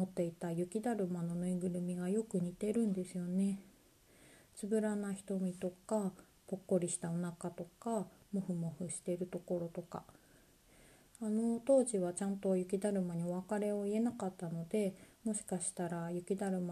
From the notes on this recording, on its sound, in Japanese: 朝一番に収録したため、やや音量が小さめです